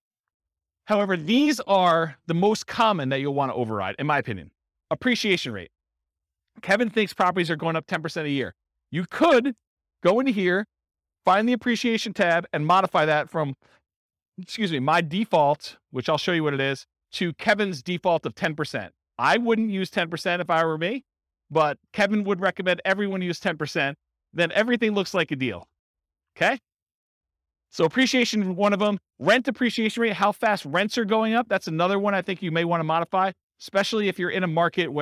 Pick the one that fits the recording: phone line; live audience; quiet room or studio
live audience